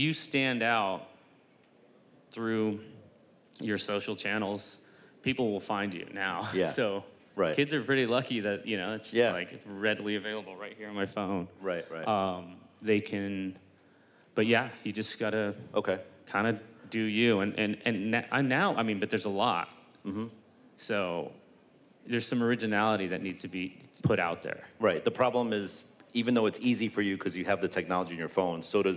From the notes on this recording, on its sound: In this live recording